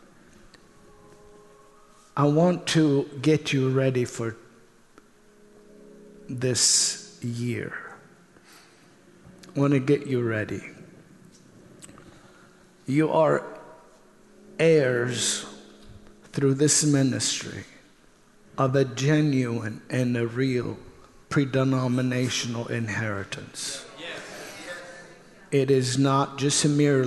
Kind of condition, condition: setting, large echoing room